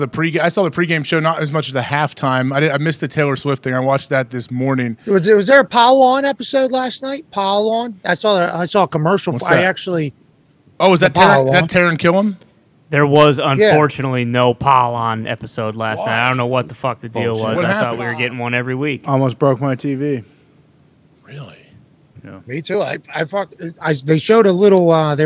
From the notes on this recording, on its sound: LIVE From The ThunderDome. Live from Eugene, Oregon and the set of College GameDay.